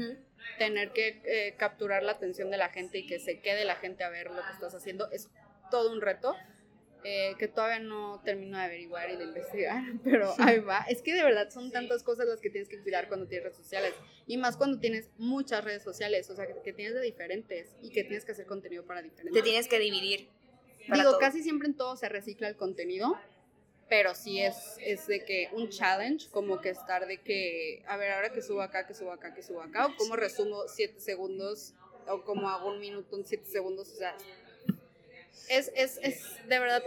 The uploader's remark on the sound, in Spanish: Grabamos en una casa del té, por eso se escucha ruido.